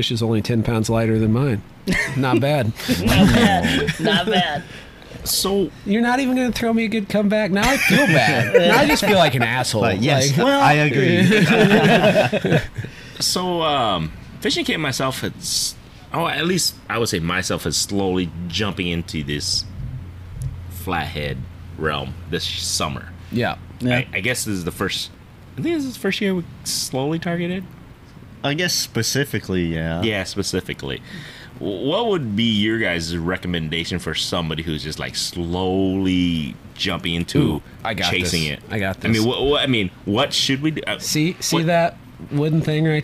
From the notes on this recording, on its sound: We meet up at Johnston Bait and Tackle to have a few beverages and talk fishing!